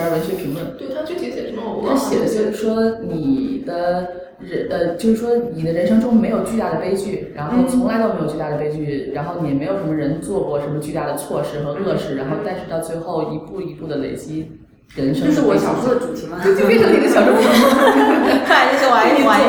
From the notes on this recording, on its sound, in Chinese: 由于包间有回声，音质欠佳